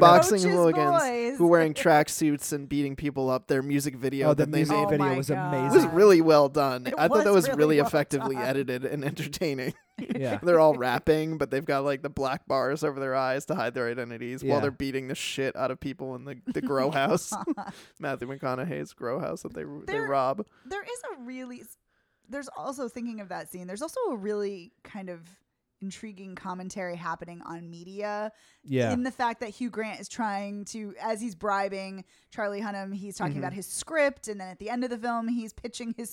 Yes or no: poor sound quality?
no